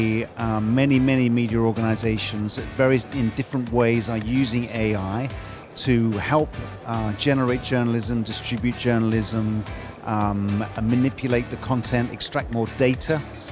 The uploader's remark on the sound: Live from Global Media Congress